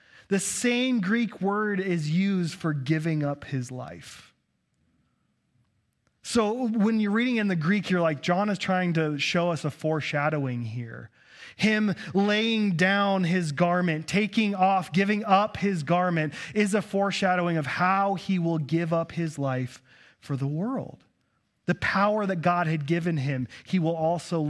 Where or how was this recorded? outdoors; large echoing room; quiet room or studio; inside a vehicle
large echoing room